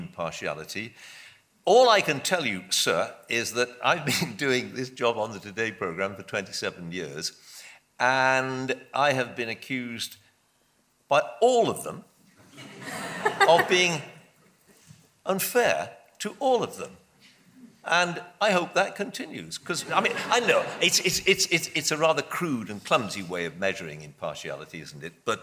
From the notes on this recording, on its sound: This was originally recorded at The Royal Geographic society on the 5th March 2014 in London.